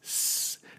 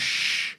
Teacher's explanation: Tongue right behind your teeth for s, and sh is the tongue is further back.